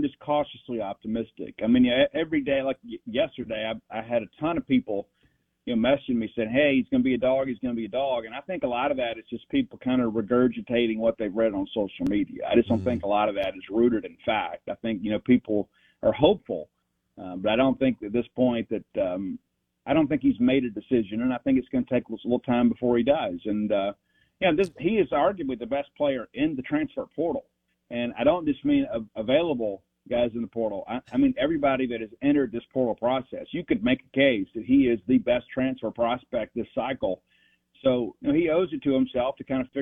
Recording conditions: phone line